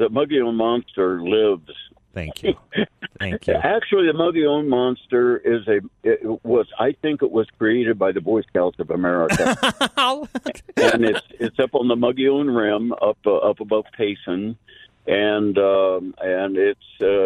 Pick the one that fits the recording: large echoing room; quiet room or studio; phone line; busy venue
phone line